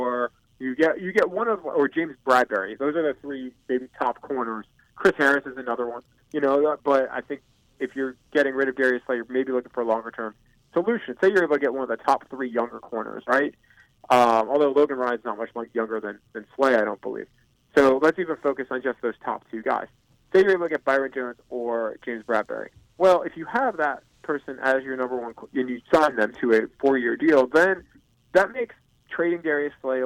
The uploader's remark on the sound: Joined on the phone by ESPN Detroit Lions reporter. Checks in with the guys from the NFL combine.